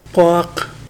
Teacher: QW, like KW but pronounced farther back in the throat